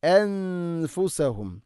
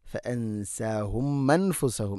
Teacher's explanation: ഫഅൻസാഹും അൻഫുസഹും എന്നുള്ളത് ഫഅൻസാഹും മൻഫുസഹും എന്ന് പറയരുത്, ഹംസ കൃത്യമായിട്ട് ഉച്ചരിക്കണം. · Shown in: first take